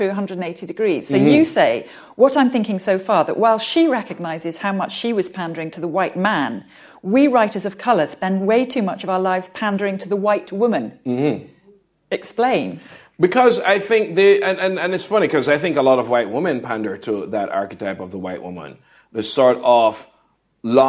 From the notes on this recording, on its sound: answers audience questions at a Guardian Live event